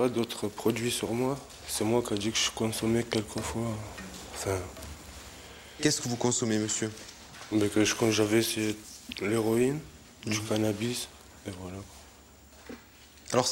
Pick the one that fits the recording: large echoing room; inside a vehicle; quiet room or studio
large echoing room